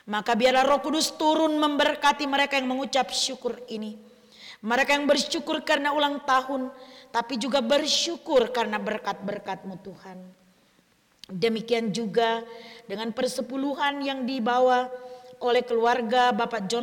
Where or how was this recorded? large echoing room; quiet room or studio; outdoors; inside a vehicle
large echoing room